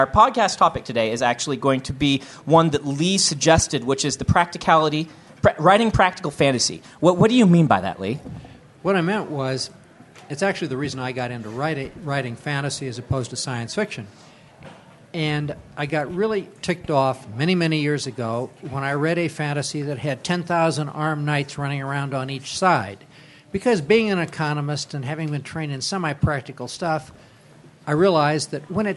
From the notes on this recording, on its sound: Recorded live at CONduit in Salt Lake City.